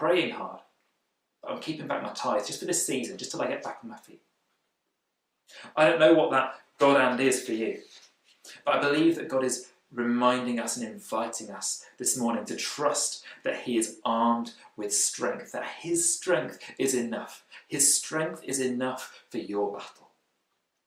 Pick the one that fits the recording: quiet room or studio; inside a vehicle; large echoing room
large echoing room